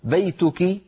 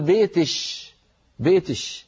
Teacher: في زمن النبوة اسمه الكشكشة، وعند قبائل أخرى اسمها الكسكسة، يعني كاف المخاطبة المؤنثة يقلبونها شينا · Shown in: second take